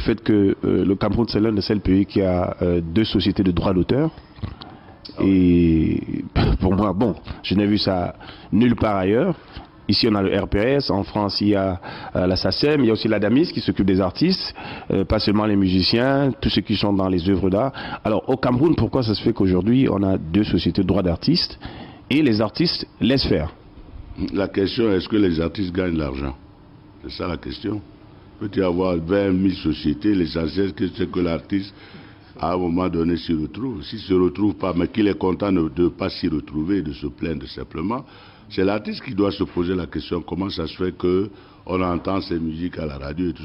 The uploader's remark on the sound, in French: Cet entretien a été enregistré à Londres en 2010 lors du 50e anniversaire du Ronnie Scott’s, un cabaret mythique de jazz